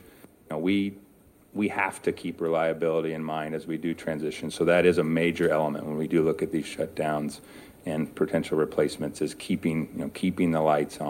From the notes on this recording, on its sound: We are taking you to Sun Valley Idaho where we’ll sit in on a panel discussion featuring the voices of both local and global innovators.